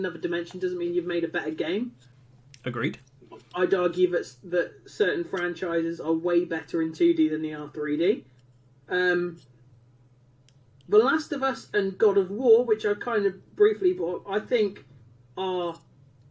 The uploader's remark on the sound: Apologies for the audio issues it is only exclusive to this episode.